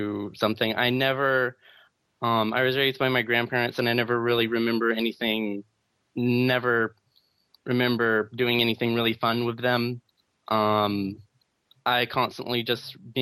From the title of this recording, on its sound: Sunday Call In Show